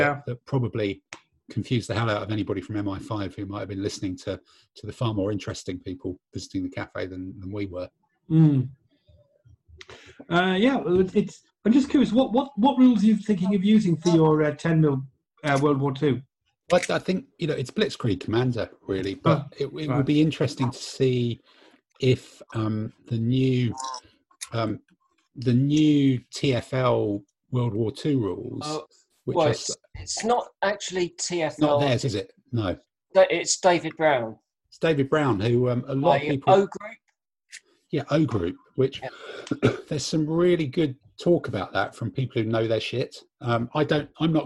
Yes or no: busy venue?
no